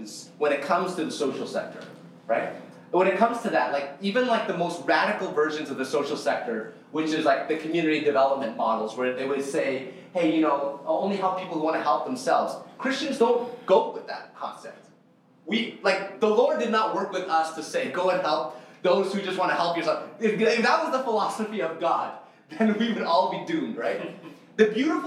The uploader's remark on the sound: This session was recorded at Our City Toronto 2023.